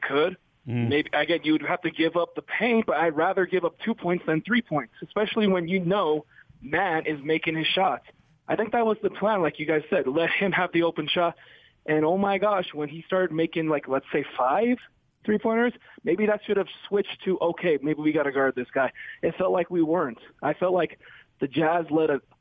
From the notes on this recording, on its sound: Reacted to the playoffs-ending loss to the Clippers while taking fans' calls on Friday night/Saturday morning.